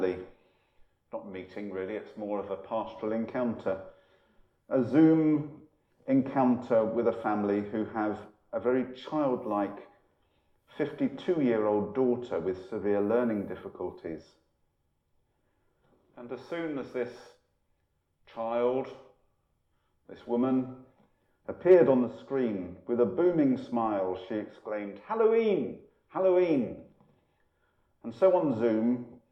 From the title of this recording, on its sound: Holy Communion from Empshott, 1 November 2020